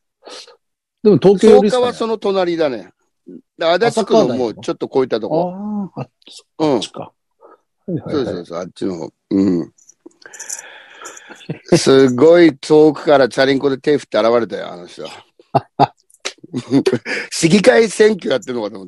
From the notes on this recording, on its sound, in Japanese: ZOOMより配信